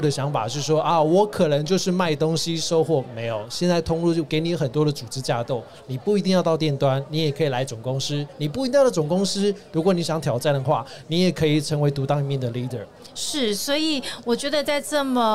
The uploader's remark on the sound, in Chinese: VISION 2022 臺大校園徵才博覽會-Live Podcast